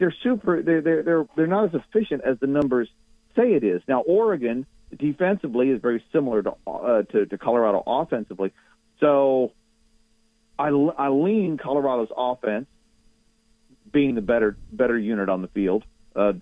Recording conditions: phone line